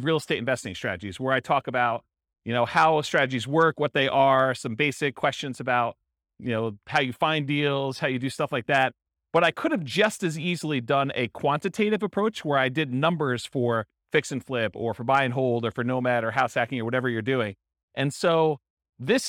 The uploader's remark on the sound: This was a live class recorded.